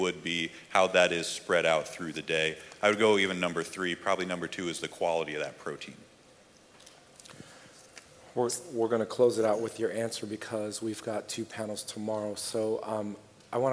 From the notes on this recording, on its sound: Today's podcast is the audio from the Fitness Panel at Keto Summit Omaha!